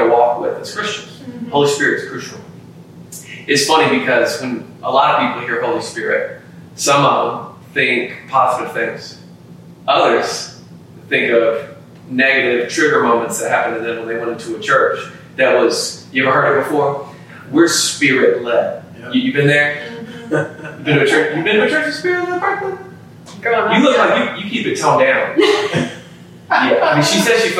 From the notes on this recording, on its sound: Pardon the poor audio quality this week as we had some issues with our equipment